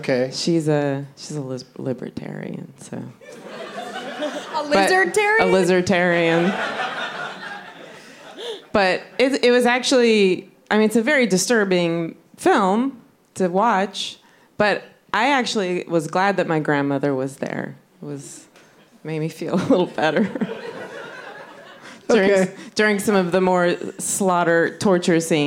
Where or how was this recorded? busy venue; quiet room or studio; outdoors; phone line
busy venue